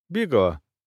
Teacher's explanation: В форме единственного числа «бигла» звук «л» не слышен. Кончик языка остается внизу. Он не поднимается и не касается альвеол верхних зубов, как в случае с обычным «л».